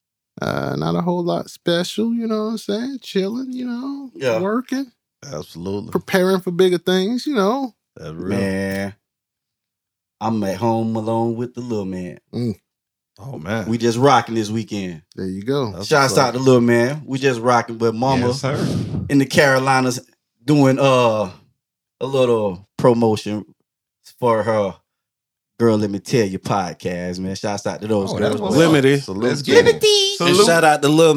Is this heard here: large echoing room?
no